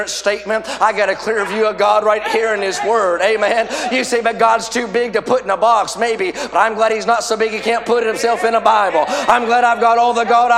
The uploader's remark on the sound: A sermon preached Thursday Afternoon during our Spring Jubilee, on March 30, 2023.